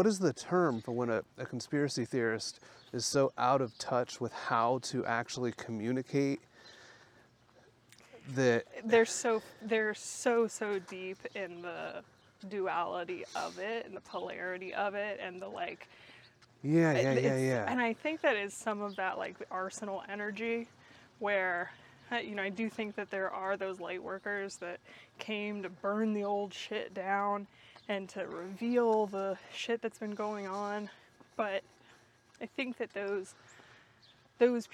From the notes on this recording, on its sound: Listen in as we walk and talk.